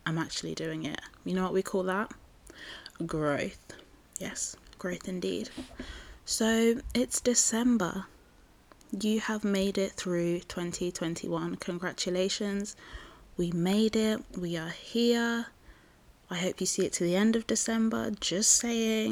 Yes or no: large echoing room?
no